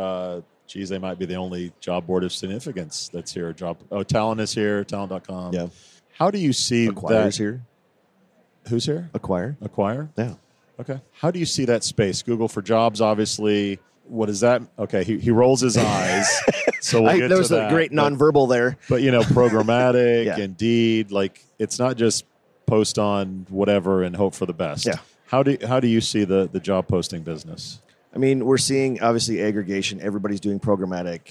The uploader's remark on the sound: Recorded at SHRM